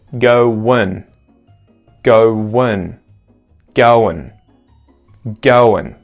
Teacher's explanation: And then we also have an I vowel sound before the NG or that ng sound, going, going, linked with a W sound, going, going. But when we contract this down, we actually get a schwa sound and then an N sound instead of the ing.